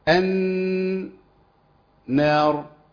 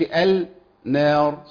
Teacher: فاللام تدخل في النون اذا سكنت اللام · Shown in: first take